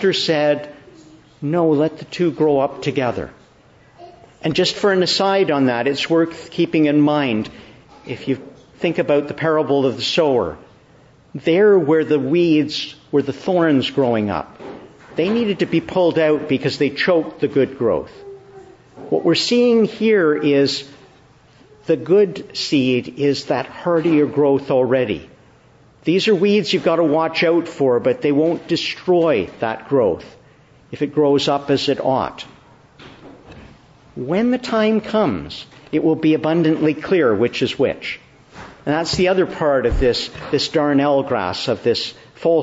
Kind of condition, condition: setting, large echoing room